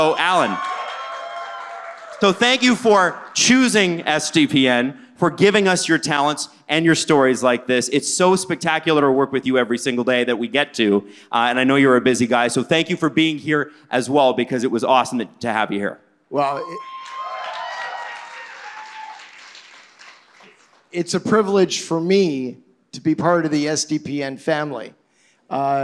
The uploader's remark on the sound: Live from The Rec Room in Toronto on All-Star weekend.